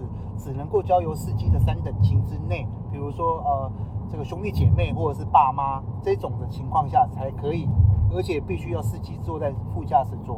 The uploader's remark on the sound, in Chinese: 某天搭UBER在回程路上聽大哥講故事用手機錄音 音質有點糟。